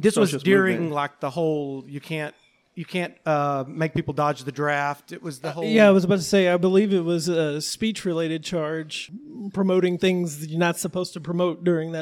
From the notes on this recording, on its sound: Live from Kollective Coffee in Downtown Hot Springs, Arkansas. We had a packed house, tremendously cool vibes.